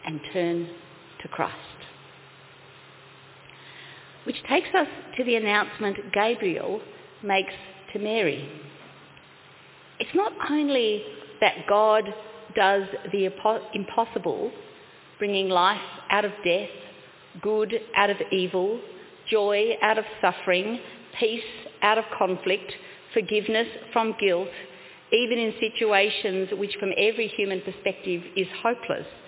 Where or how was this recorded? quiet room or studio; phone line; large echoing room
large echoing room